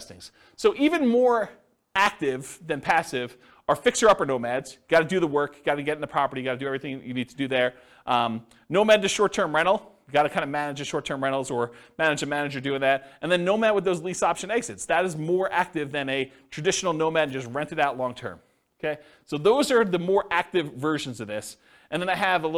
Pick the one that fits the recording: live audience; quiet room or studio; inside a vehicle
live audience